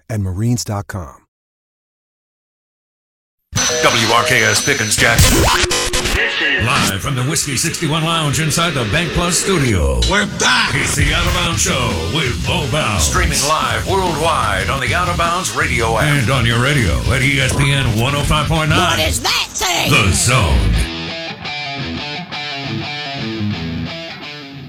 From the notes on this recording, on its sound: In the third hour of the show live in the BankPlus Studio. Joins the show on the Farm Bureau guest line.